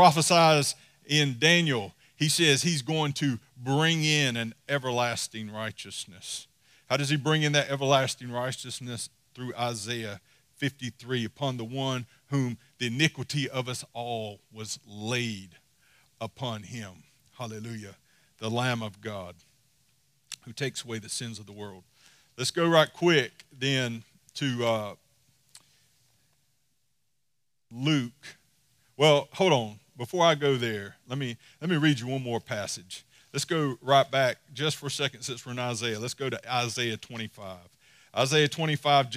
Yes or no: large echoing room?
yes